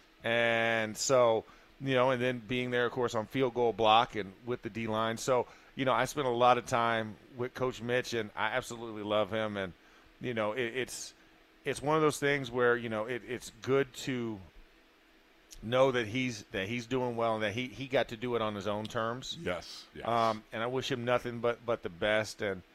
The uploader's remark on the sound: Live from Steelers Camp Day 15